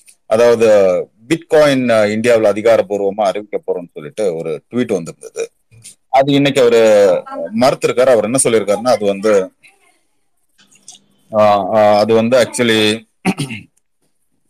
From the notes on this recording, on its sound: Recording of Twitter Spaces Session